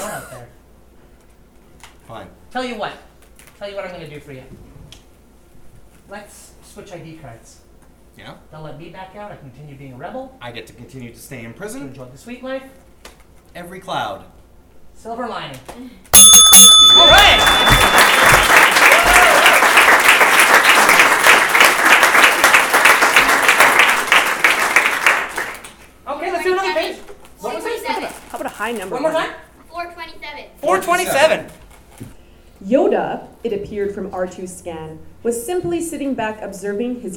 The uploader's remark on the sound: Live at the 2017 Edmonton Fringe Festival.